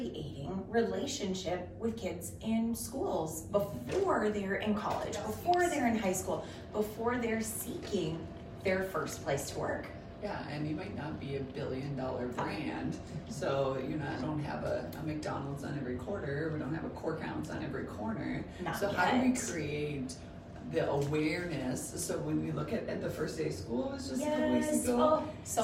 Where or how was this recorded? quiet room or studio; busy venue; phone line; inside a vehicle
busy venue